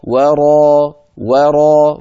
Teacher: فنرقق الواو ونفخم الراء